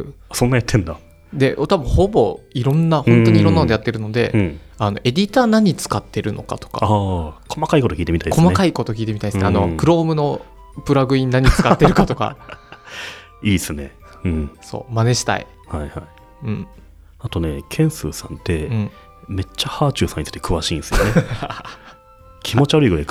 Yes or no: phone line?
no